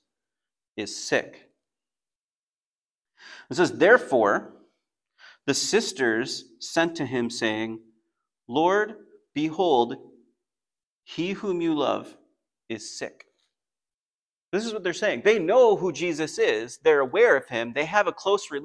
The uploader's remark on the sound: Message recording from Come to Life Bible Church.